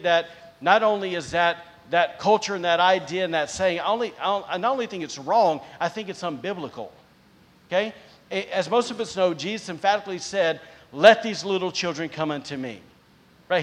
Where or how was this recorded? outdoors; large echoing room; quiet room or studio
large echoing room